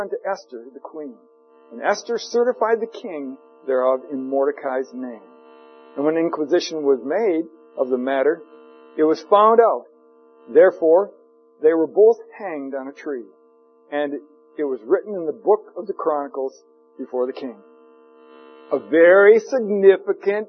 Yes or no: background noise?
yes